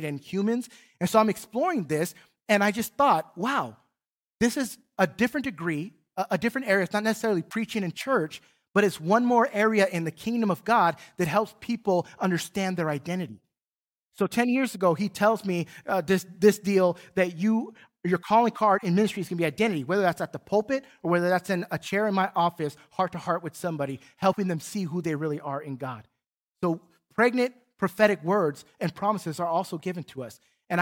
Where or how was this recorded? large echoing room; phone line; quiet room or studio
large echoing room